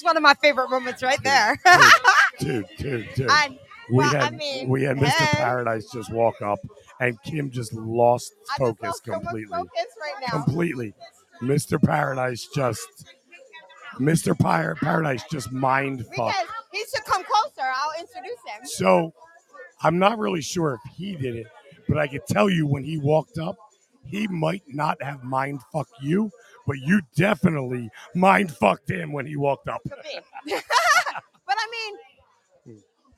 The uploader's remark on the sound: LIVE from the Paradise Club